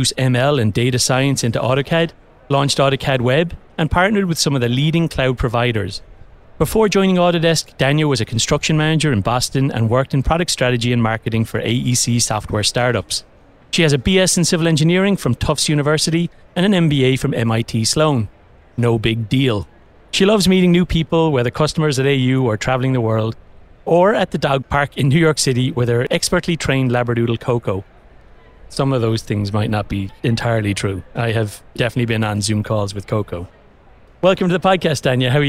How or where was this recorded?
busy venue